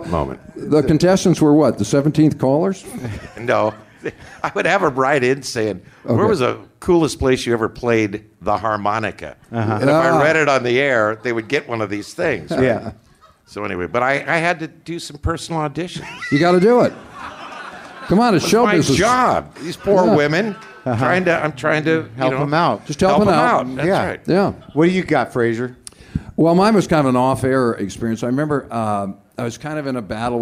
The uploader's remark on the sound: Recorded in front of a live audience at the LA Podfest.